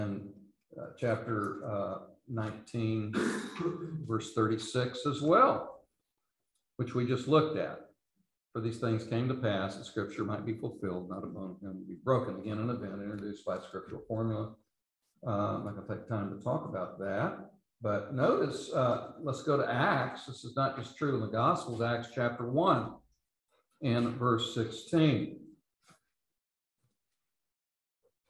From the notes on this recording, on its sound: London Seminary. These podcasts are the recordings of the lectures.